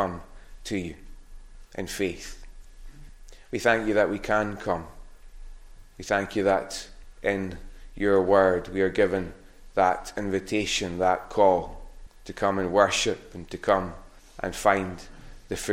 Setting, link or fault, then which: setting, large echoing room